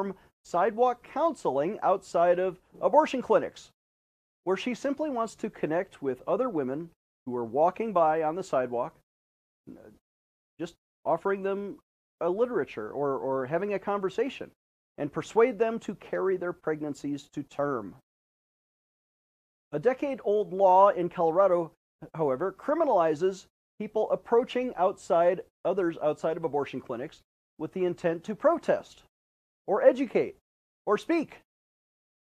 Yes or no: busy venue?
no